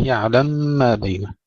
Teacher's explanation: إدغام كبير للسوسي مع الغنة